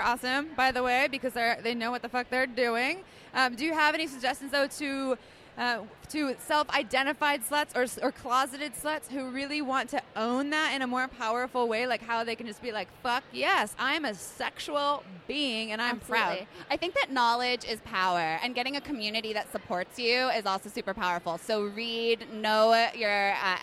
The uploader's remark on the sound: Recorded on stage during Brooklyn's Sex Expo. We apologize if it sounds like we were yelling; we were right next to the Sybian sex machine, so it was a bit loud.